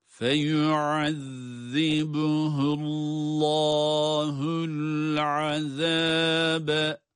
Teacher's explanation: Burada فَيُعَذِّبُهُ اللّٰهُ derken Allah lafzındaki lam harfi kalın okunacak. Evet, çünkü kendisinden önce ötrü hareke var.